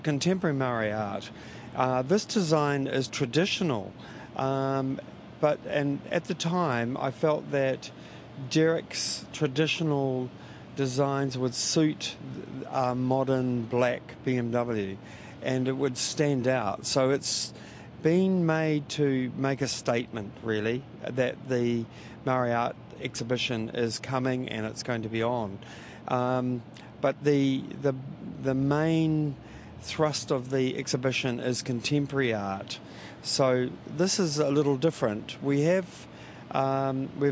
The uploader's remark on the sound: Takes a ride in what is effectively a rolling billboard alongside its owner. Through the streets of Wellington.